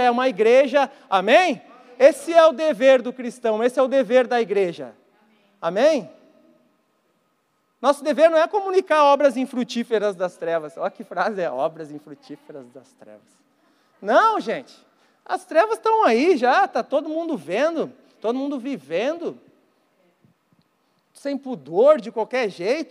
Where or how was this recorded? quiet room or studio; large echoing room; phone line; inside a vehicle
large echoing room